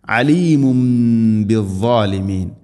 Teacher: തൻവീന് ശേഷം ബാ വന്നാൽ തൻവീനിനെ മീമാക്കി മാറ്റണം. അതാണ് ഇഖ്ലാബ്.